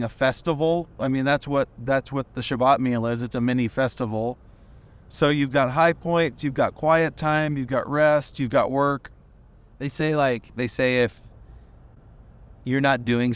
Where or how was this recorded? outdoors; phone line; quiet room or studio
outdoors